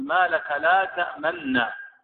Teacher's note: ثم تختلس النون فتنطق ثلثها · Term: الروم